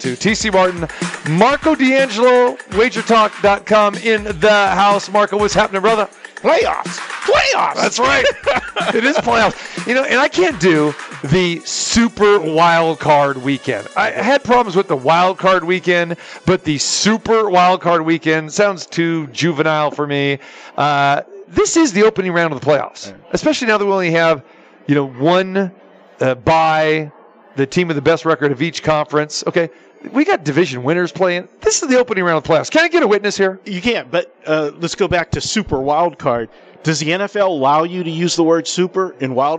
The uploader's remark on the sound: Live From The Superbook at the Westgate Las Vegas